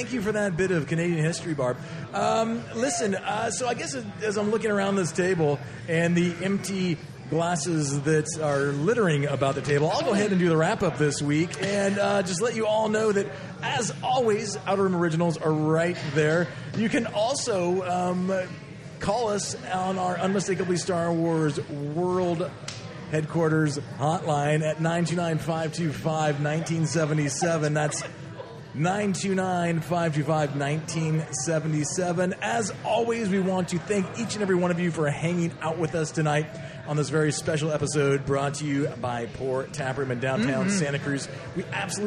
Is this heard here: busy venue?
yes